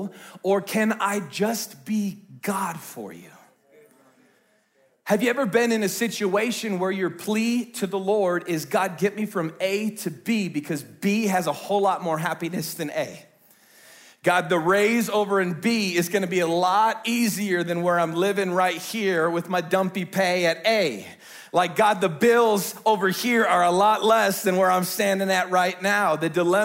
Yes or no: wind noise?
no